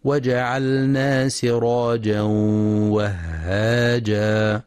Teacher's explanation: ينتبه القارئ لغنة الإدغام سراجا وهاجا، فلا يقرأ سراجا وهاجا بإدغام بغير غنة. وبعضهم يقرأ وهاجا بدون تشديد الهاء وهاجا، والصواب تشديدها وهاجا مع مراعاة الهمس.